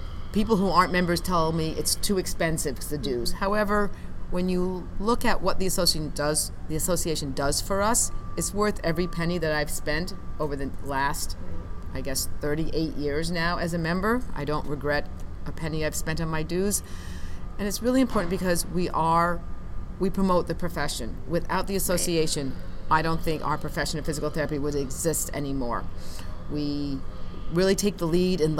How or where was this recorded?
busy venue